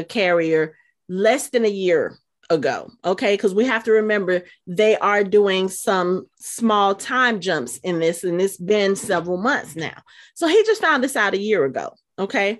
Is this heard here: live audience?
no